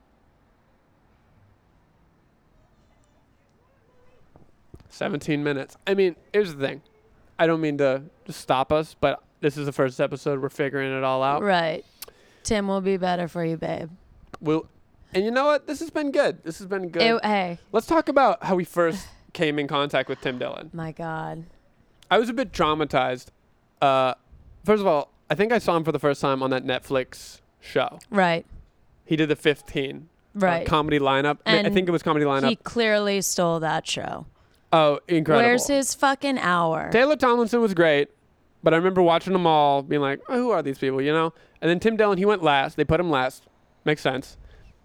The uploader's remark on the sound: Live From The Fire Escape